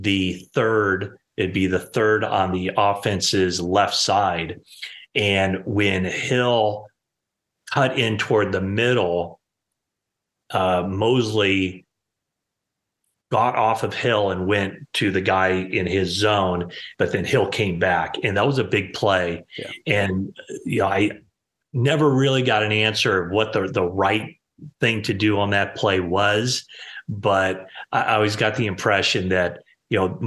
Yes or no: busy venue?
no